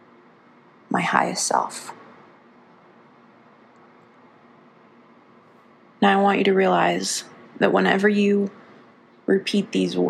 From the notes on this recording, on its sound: Recorded on my phone for the first time, and will be unpacking the mic for next week.